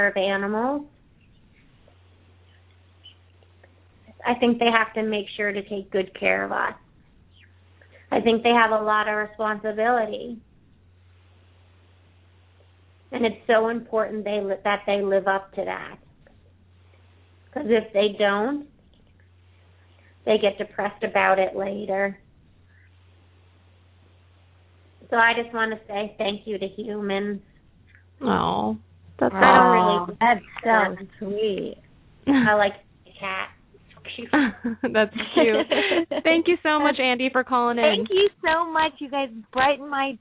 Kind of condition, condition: link, phone line